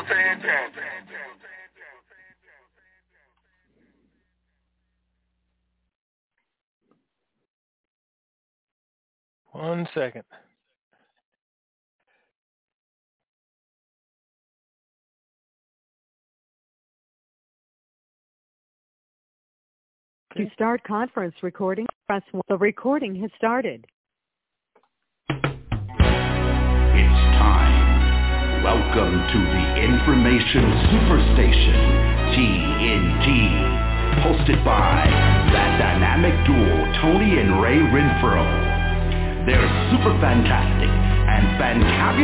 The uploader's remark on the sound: TNTSuperfantastic Conference Call